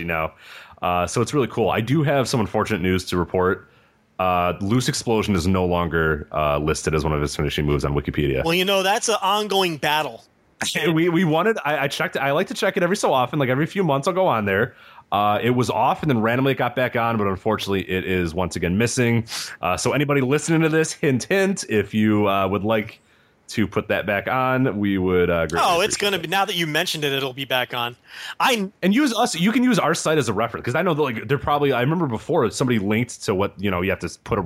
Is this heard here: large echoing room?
no